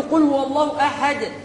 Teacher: دال تنوين عند الوقف ساكن ومقلقل